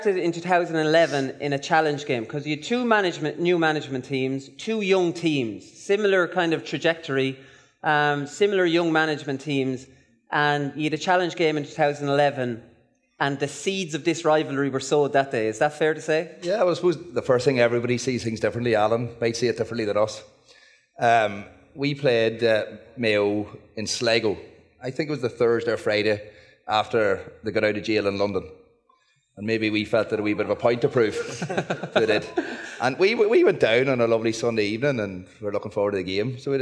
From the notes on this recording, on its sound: Live from Westport.